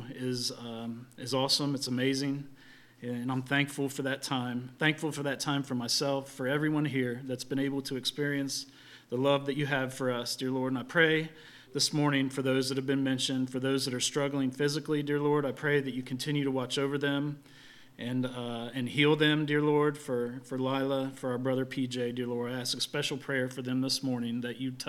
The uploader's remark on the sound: LIVE Services at Sunshine